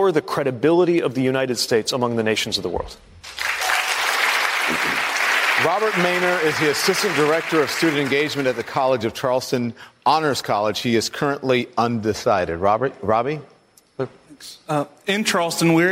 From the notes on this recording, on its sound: Answers questions from voters in South Carolina during a live town hall.